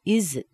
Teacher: Notice the schwa in the it.